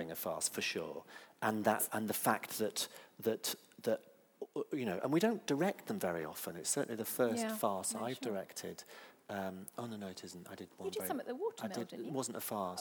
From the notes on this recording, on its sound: This is a recording of a live Platform event from January 2013.